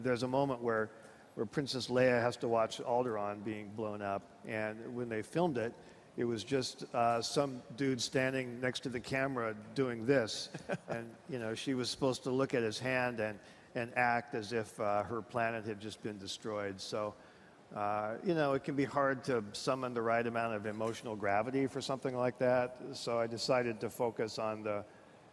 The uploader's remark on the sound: on stage at Disrupt in San Francisco